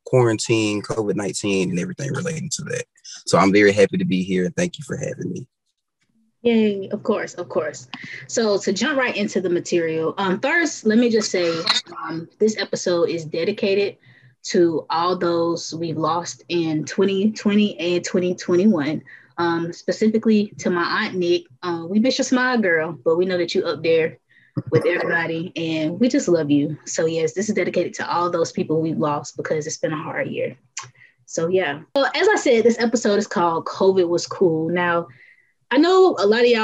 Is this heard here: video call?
yes